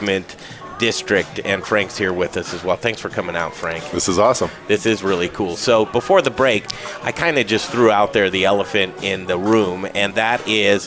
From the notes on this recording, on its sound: We're live from The Goods on Colfax